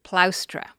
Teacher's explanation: what Florus corrects is the sound of the diphthong, two vowels together, au